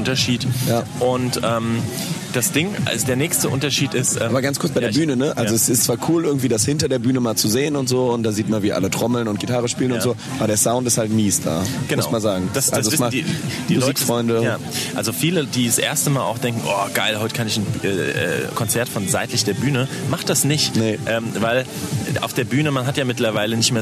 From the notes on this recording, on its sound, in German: auf dem Open Flair Festival in Eschwege unterwegs